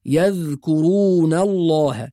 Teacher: أيضا بعض الناس يقلقل الذال فيقول يذكرون يذكرون، وهذا خطأ، حرف الذال ليس من حروف القلقلة، يبقى نحافظ على السكون في الذال بدون قلقلة